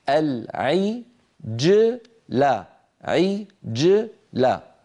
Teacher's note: وأشرب في قلوبهم العجلة، هذا من بحثنا الذي أخذناه اليوم، العجلة، جيم ساكنة قبلها مكسور بعدها مفتوح، علينا أن ننطق هذا الجيم غير متأثرة لا بالكسرة قبلها ولا بالفتحة بعدها